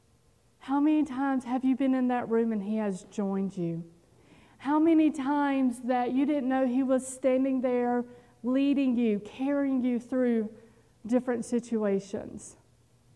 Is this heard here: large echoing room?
yes